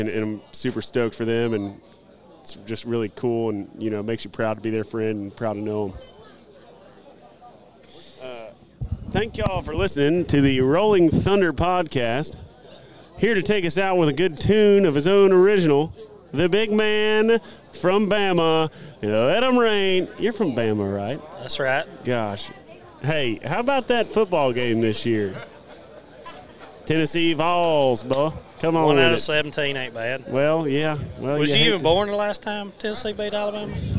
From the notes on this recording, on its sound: Live from West Point, MS. We are LIVE & in line.